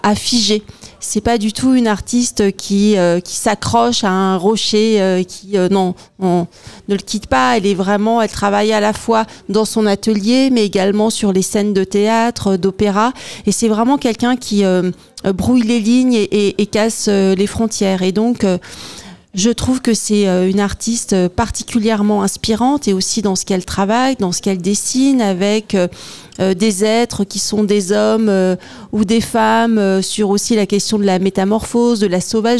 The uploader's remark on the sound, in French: Radio Alpa était en direct des Quinconces & l’Espal pour le temps fort des Inspirantes